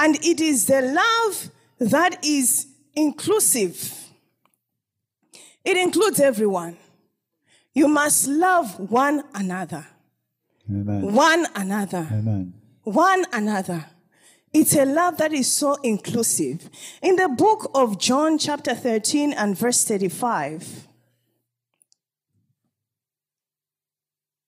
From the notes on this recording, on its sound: This episode was extracted from our Live Church Service on 30_05_2021